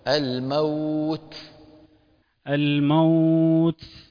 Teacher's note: بدك تجيب همس التاء يا ابني، مهموسها فحثه شخص سكت.